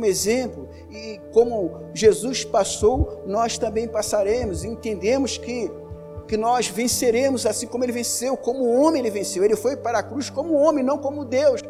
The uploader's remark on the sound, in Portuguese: Áudio da mensagem ministrada no Culto de Celebração. Na Igreja Cristo Salva Campinas.